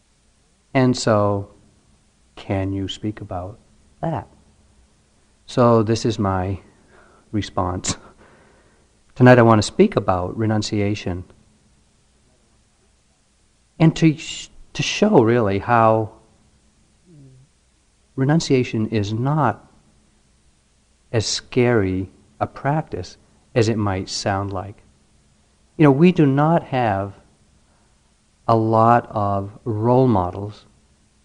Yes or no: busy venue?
no